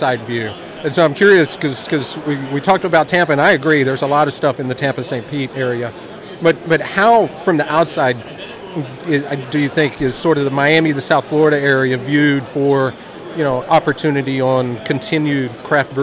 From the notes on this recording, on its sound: at the Florida Brewers Guild annual conference